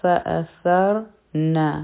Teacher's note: ف یو حرکه، حمزه یو حرکه، ف او را به یوځی شي، را به غټه وایو ځکه چې په را باندې سکون دی، لیکن د دې نه مخکې په سا باندې فتحه ده، زور دی. نو مونږ وایو فأثرن، نون به یو حرکه وایو، بیا دی بیهی با د لاندې یو حرکه، او هی چې دی دا مدی صله صغرا دی، دا به دوه حرکه راکاږو.